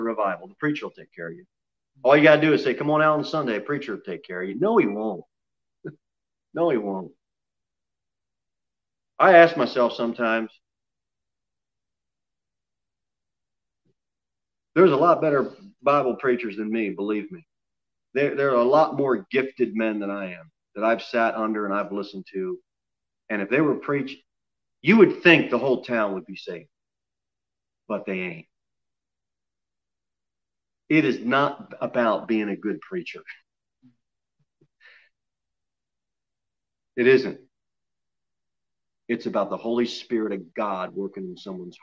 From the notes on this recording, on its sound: Sermon preached at Pilgrim Baptist Church on Sunday, February 28, 2021 at 6:15 pm. Jere Whitson Rd.